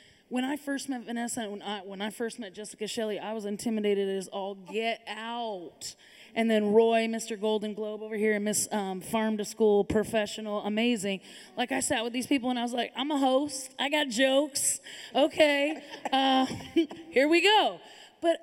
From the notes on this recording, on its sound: This episode is the podcast conversion of our first ever live studio audience filming of Next Up at NxtGen Network’s event called Ignite.